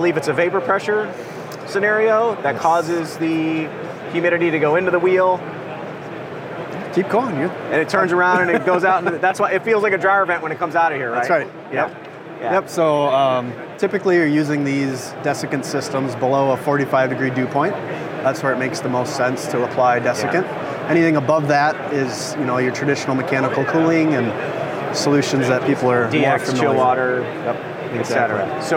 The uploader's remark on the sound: live AHR Expo interview